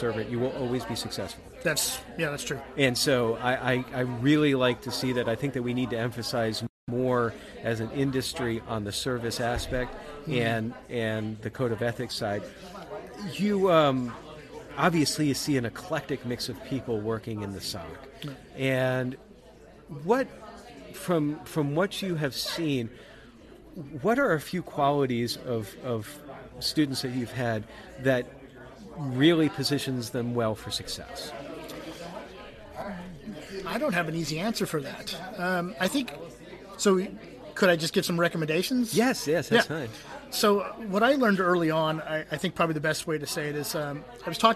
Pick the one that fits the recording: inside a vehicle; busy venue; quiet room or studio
busy venue